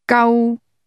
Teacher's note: Spoken with a mid-level tone, Gau means rescue in Cantonese.